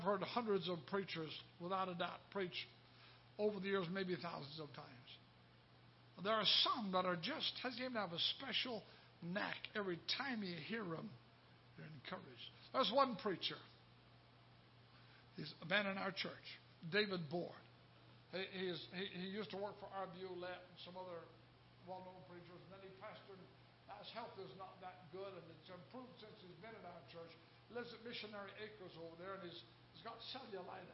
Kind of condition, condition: setting, large echoing room